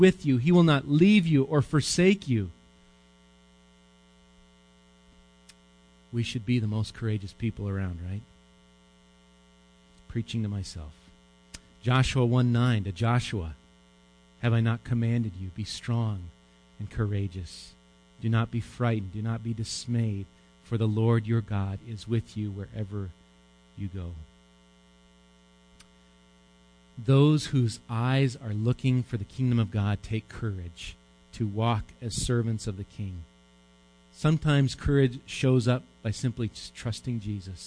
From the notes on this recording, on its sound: Recorded live at Bethany Bible Church.